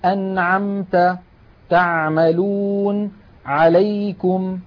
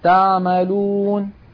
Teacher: العين الفصيحة أعمق من العين التي نعتاد في أغلب العاميات المعاصرة أن نأتي بها · Shown in: first take